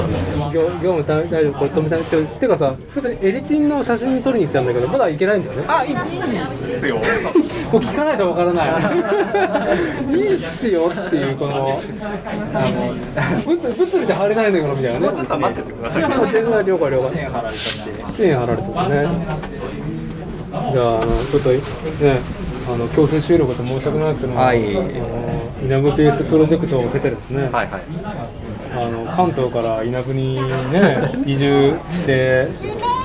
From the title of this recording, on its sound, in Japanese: 屋外収録「Circles 16th Anniv. Party」